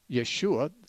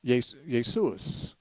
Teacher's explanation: Now, Jesus is simply the way a Greek person would say Yeshua. See, Greek doesn't have an SH sound in it. · Shown in: second take · The Hebrew language has a lot of SHs in it, but Greek doesn't have any.